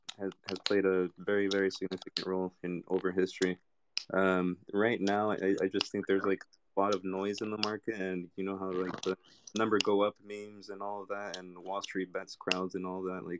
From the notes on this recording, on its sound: This is an unedited recording of our Twitter Spaces.